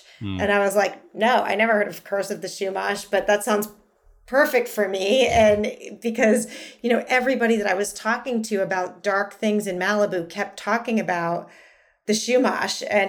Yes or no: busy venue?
no